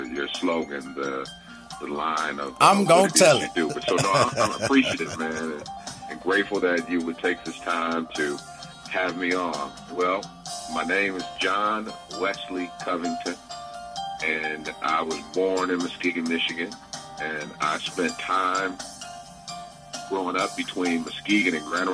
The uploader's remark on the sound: phone interview